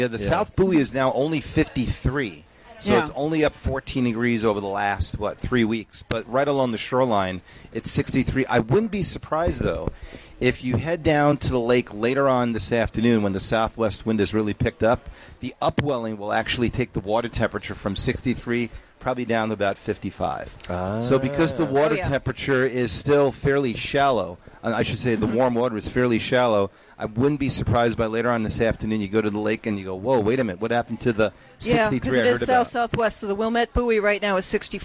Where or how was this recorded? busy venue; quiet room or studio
busy venue